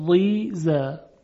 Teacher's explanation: در ضی میبینیم که میزان تفخیم ضاد کمتره